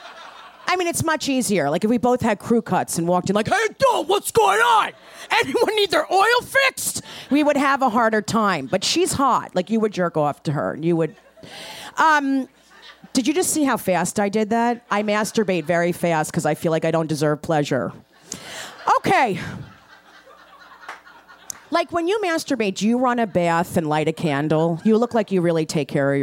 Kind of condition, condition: setting, live audience